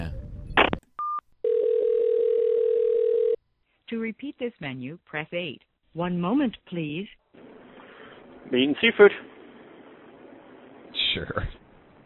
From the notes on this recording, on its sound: We make calls to the adult phone lines and random people using the scumbot.